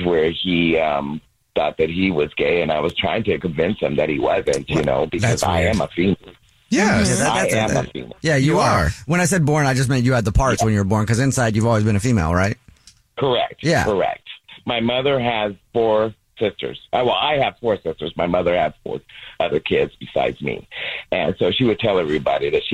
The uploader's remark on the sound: The guy on the Phone